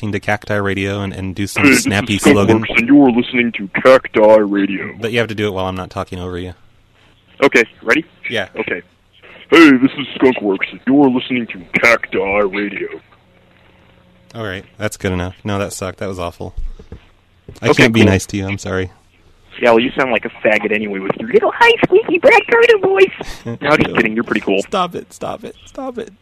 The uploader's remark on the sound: …'s Personal Prank Phone Calls Collection.